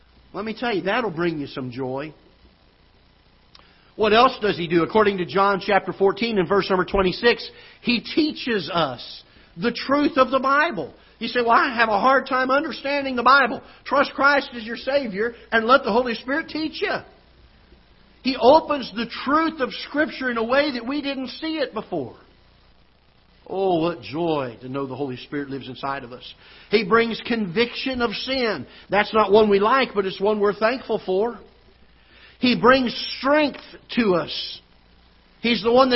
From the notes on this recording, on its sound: Ketha Heights Baptist Church ~ Live Broadcast.